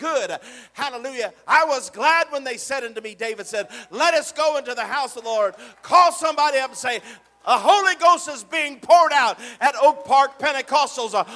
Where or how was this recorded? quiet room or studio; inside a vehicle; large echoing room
large echoing room